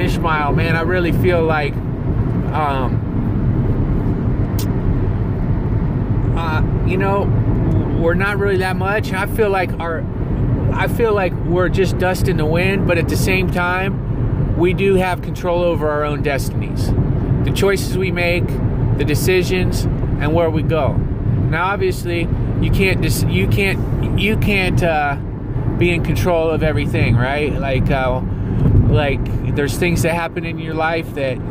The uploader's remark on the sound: Driving Back From Grand Canyon